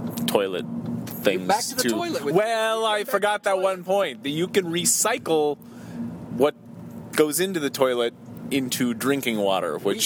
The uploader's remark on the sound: Do their first show while driving to the Johnson Space Center in Houston, TX.